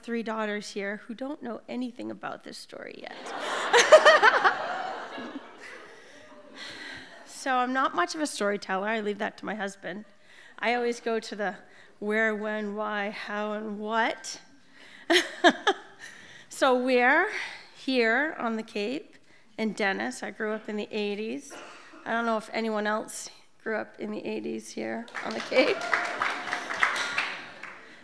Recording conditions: live audience